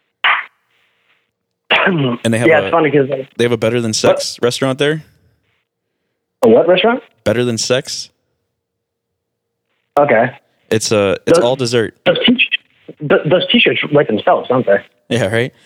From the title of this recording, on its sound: PHONE CALLS